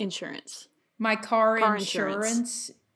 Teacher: I put the emphasis on the middle.